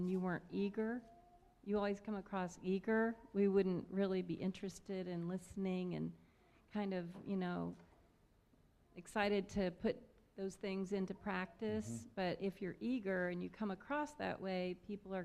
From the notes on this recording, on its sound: Fuquay-Varina church of Christ sermon audio